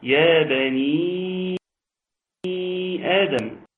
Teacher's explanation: مد منفصل يمد المقدار اربع حركات، وهو جائز